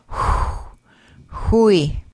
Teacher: X raised W pronounced as an H with rounded lips in the back of the throat